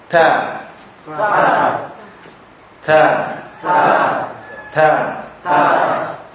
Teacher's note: tharful lisan, ujung lidah dari arah punggungnya